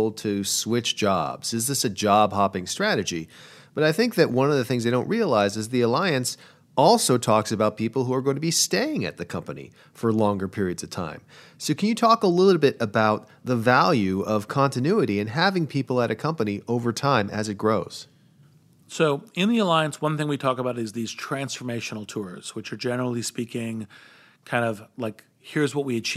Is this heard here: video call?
no